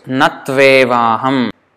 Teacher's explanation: So, to just make it a smooth transition, so it will become, u becomes v. So, it's natveva aham.